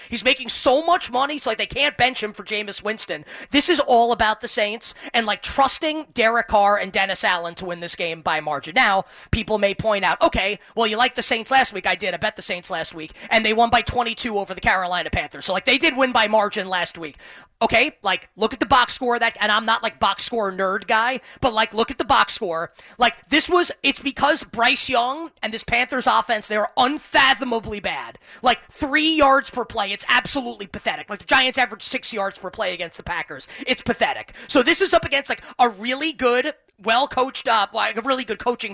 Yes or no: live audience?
no